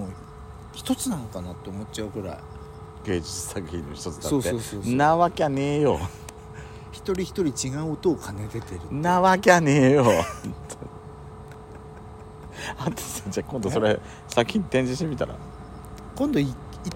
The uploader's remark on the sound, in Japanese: 秋の夜長、無人のサービスエリアにて。ロケ収録。